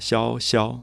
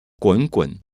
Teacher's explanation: 这个萧萧是两个平声，滚滚是两个三声，是两个这声。所以萧萧一定对滚滚。所以你不知不觉，你觉得念起来的时候，就像音乐有一种跌宕跟起伏的美感在里面。所以我想这个规则讲完，那等一下我们会举比较实际的例子，那么大家就可以了解到律师的写作的一些方法。